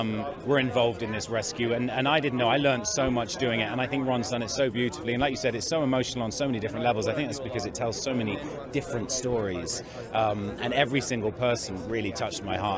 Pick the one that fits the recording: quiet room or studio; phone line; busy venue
busy venue